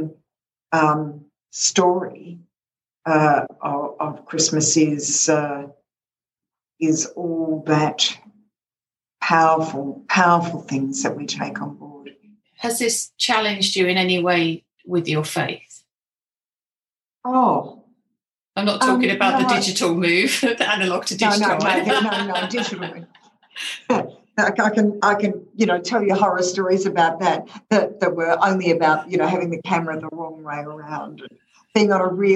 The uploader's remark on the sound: This call was recorded on Zoom.